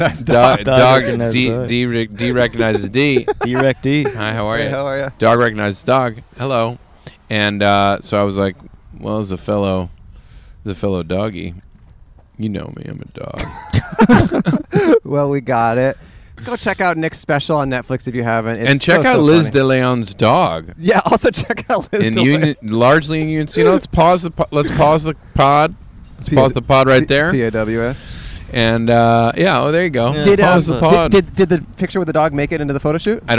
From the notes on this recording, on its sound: Outside A Disgusting Bathroom. We plopped our soggy asses outside of the place we were both born: a park bathroom!